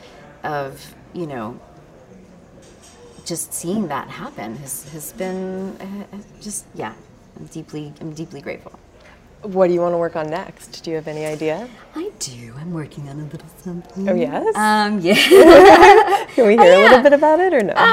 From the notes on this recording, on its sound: chats with us at the 2016 Portland Film Festival